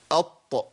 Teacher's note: لازم اقلقل، لان لو ما قلقلتش مش هتطلع الطاء